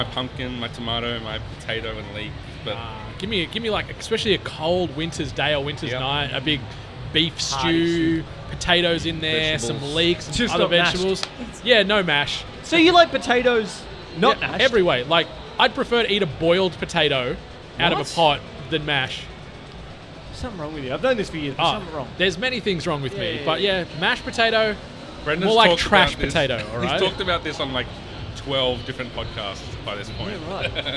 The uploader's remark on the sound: On the PAX Australia showfloor. The episode was recorded in a live environment with literally 1000s of people around so there may be some inconsistencies in the audio at times.